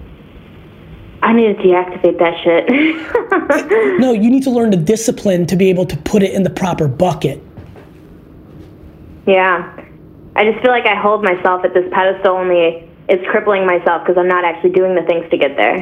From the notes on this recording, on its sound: a 22 year-old girl called in to the show